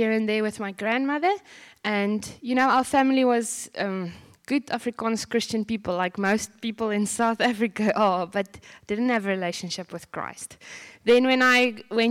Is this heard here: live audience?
yes